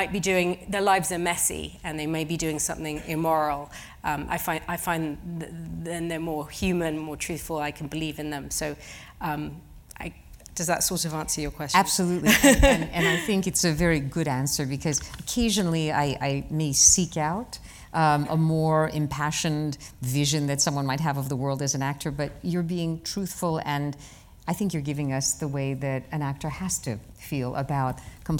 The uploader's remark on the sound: In front of a live audience at New York’s 92nd Street Y.